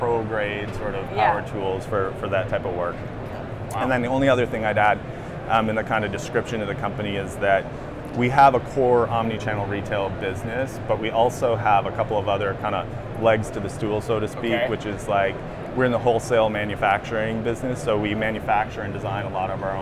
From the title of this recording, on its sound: Live From NRF 2024